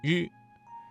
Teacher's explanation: 近硬腭的后部。发音要点，与之类似，但是在发声之前先要堵塞气流，然后突然放开，形成爆破音。在这一过程当中要注意区分吃和呲的发音，前者是翘舌音，后者是平舌音，发音时要有明显的爆破感。再来看湿，湿的发音位置，舌尖抵住或接近硬腭后部，发音的要点是舌尖翘起，靠近硬腭后部，形成狭窄通道，气流通过时不形成完全的阻塞。在这个过程当中要注意和嘶这一平舌音区分开，保持舌尖的翘起状态，确保摩擦声的清晰。再来看日，日的发音位置是舌尖稍微卷起，靠近硬腭前部，发音要点是舌尖卷起，接近硬腭前部，但不完全阻塞气流，形成一种轻微的颤音。在练习这些翘舌音的时候，最重要的就是要掌握舌头的正确位置和形成狭窄通道的能力，以确保声音的准确和清晰。可以通过镜子来观察舌